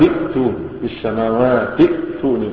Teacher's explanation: تنطق همزة واحدة لأن الهمزة الأولى اللي هي في الوصل سقطت